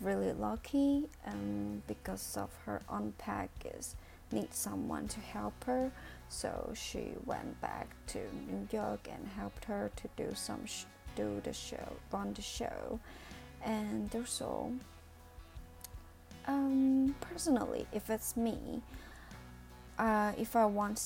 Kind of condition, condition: fault, uneven or low level